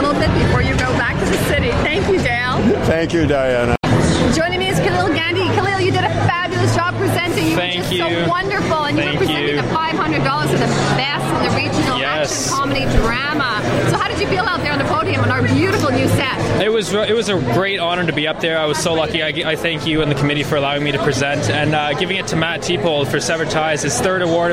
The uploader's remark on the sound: Speaks to attendees and winners at the 4th Annual Wasaga Beach Short Film Festival held in Wasaga Beach late January 2015. This program was originally broadcast on Beach BOOSTER Radio.